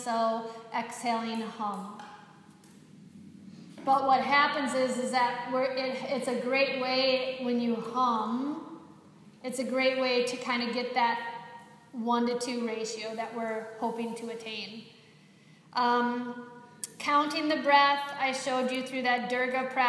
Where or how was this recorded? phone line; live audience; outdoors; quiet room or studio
live audience